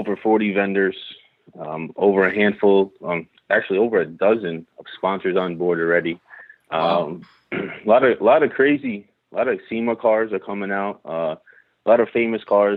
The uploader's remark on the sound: on the phone for a conversation